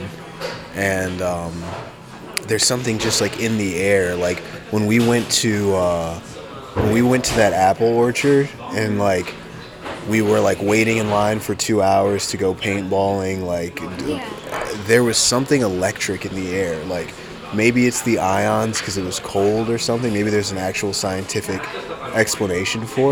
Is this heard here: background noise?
yes